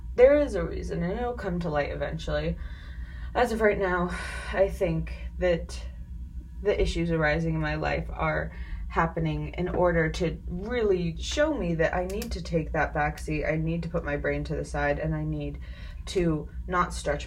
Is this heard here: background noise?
yes